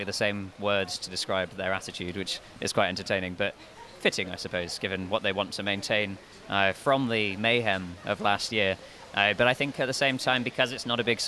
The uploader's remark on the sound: Filmed on location outside of Leo's bar. This year's Baden-Baden Reinsurance Meeting.